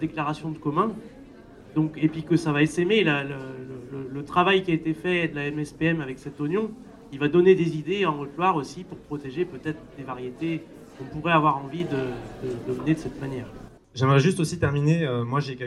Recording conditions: busy venue